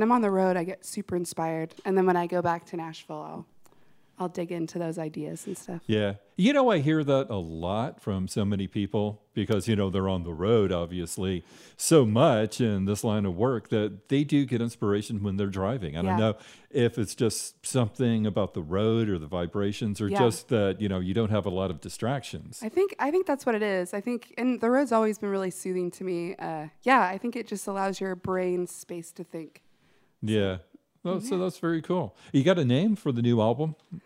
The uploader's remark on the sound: from the 2020 30A Songwriters Festival